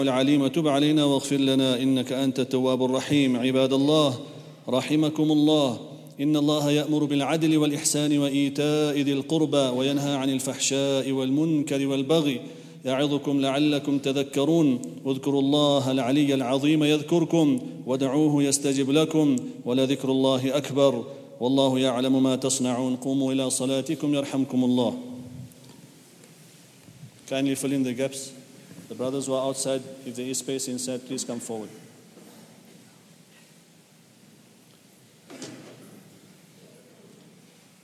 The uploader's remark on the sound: at the Houghton Masjid (West Street)